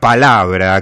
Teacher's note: un comienzo explosivo en castellano, con el fonema P, que es el más explosivo de todos